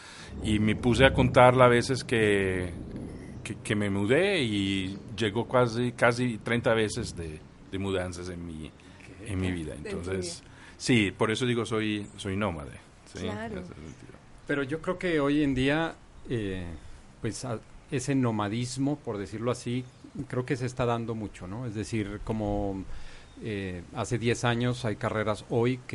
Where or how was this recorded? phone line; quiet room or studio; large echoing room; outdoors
outdoors